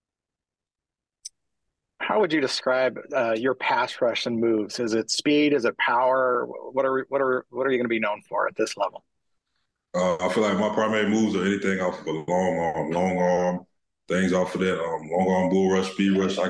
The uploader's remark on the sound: Called in for an introductory press conference.